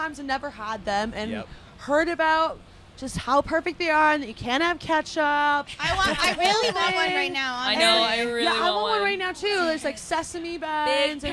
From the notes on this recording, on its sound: The Mix is live backstage at Lollapalooza 2023! The band stopped by The Mix tent backstage at Lolla.